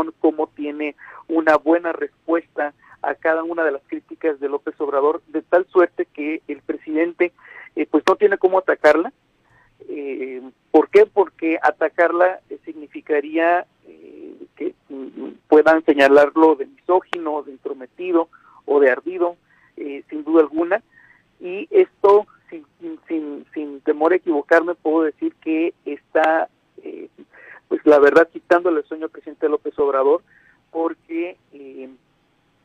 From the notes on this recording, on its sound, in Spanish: Entrevistamos vía telefónica.